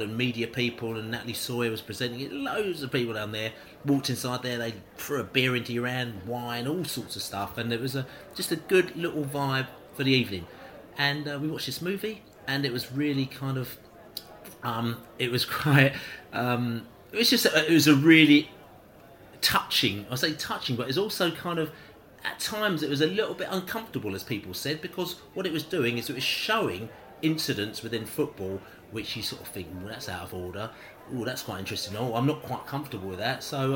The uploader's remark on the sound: Pre-Match Podcast From The Pub